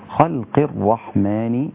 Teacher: اللام رقيقة والخاء والقاف أيضا هنا مفخمين، لكن القاف في أدنى مراتب التفخيم لأنها مكسورة.